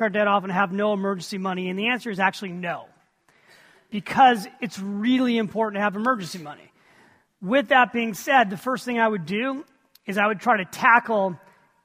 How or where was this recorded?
live audience